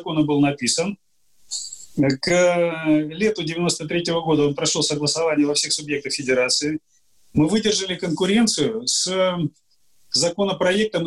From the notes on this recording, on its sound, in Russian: Данный подкаст записан с помощью Zoom